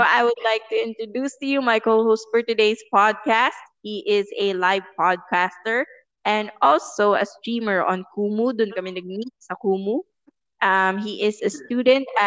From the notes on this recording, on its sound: I'm sorry about the audio. We were having trouble with the reception.